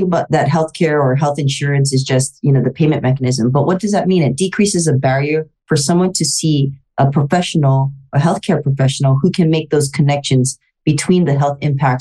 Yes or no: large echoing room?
no